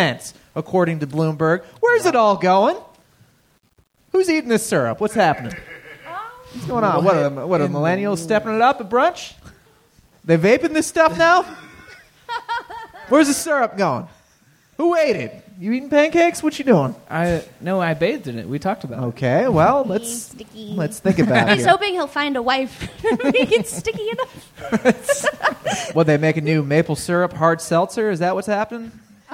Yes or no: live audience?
yes